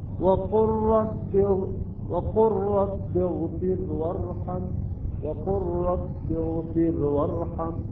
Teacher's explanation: اللام والراء تضغم، اللام تحذف تصبح الراء مشددة · Term: الإضغام المتقارب